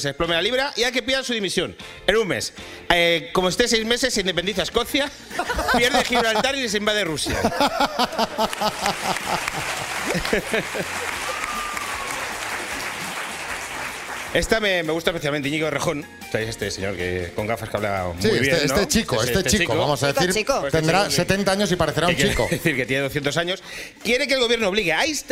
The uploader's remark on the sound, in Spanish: Nos hemos ido al centro de Madrid para hacer el programa en directo en compañía de nuestros oyentes. Nos hemos ido al centro de Madrid para hacer el programa en directo en compañía de nuestros oyentes.